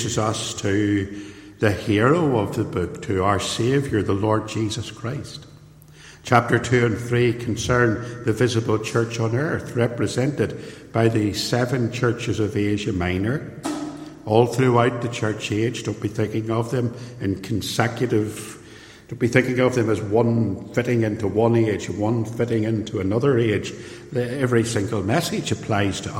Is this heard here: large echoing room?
yes